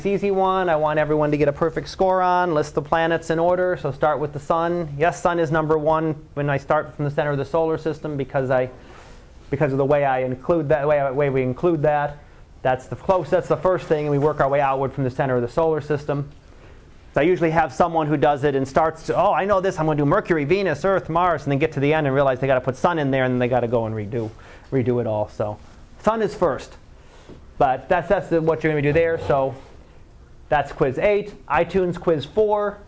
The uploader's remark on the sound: Live Class Lecture